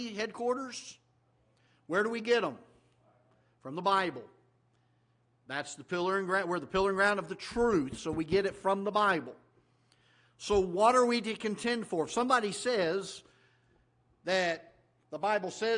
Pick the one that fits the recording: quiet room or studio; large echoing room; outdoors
large echoing room